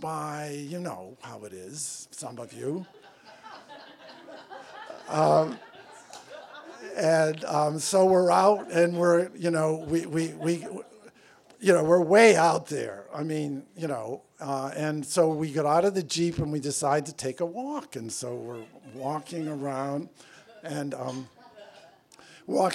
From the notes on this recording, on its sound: This track was recorded in front of a live audience in Provincetown, Massachusetts on June 4th, 2017. As a benefit for the annual Swim for Life.